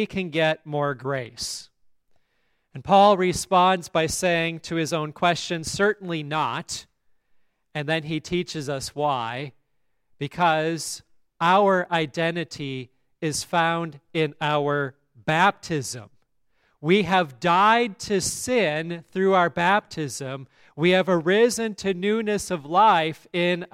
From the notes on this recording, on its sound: at Grace Lutheran Church, Lexington, MO